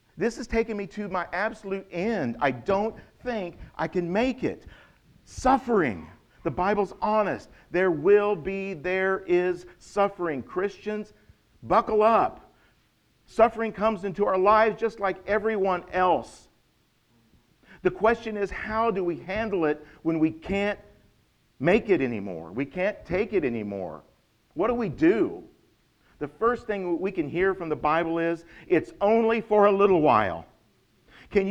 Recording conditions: large echoing room